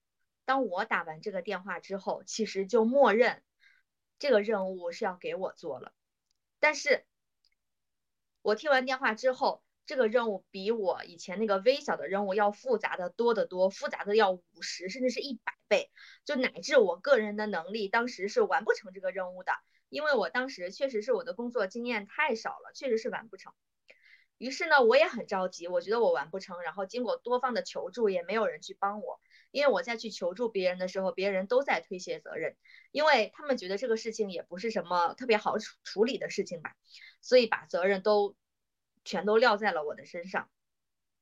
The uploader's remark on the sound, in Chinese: 这是一期线上录制的节目，也是我们第一次有嘉宾的节目。